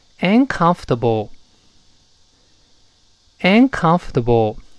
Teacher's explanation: 注意那个 O R 在这是不发音的啊，理论上有，但是读不出来